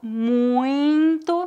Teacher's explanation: As vogais ui são um ditongo nasal.